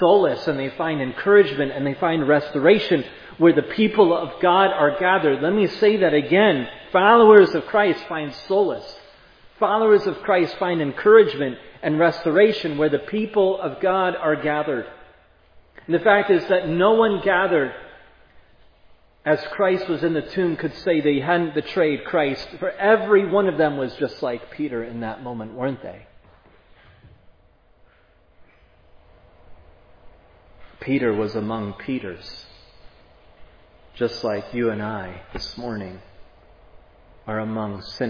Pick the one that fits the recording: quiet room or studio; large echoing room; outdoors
large echoing room